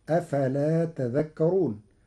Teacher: قرأ ورش كلمة تذكرون بتشديد الذال فتصير تذكرون فأصلها تتذكرون فأدغمت التاء في الذال بعد إبدالها ذالا